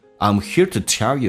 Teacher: 你很清晰的听到 hear 跟 tell，但是其他单词都是用降调来发